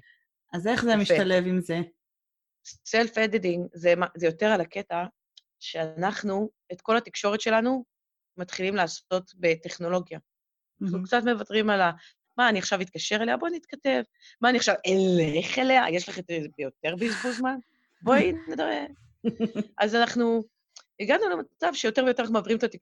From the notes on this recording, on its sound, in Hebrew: באופן אירוני, דווקא בפרק העוסק בטכנלוגיה, ישנן הפרעות באיכות ההקלטה.